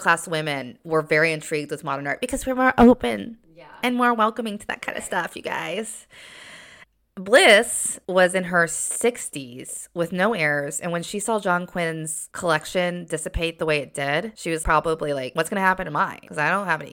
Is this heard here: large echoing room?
no